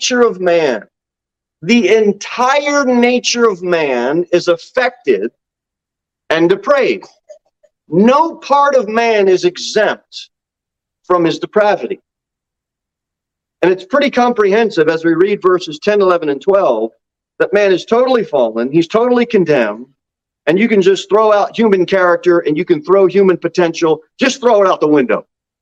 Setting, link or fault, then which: setting, large echoing room